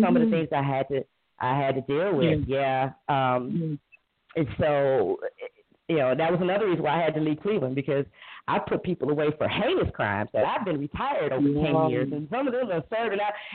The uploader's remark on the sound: welcome to the debut of our call-in show.